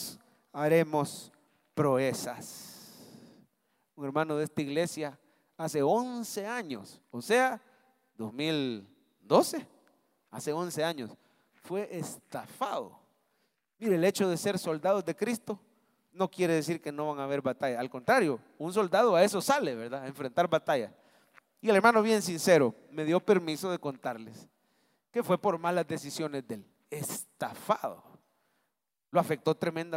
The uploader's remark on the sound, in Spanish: Mensaje predicado en vivo desde el Centro Familiar de Adoración, Julio 2023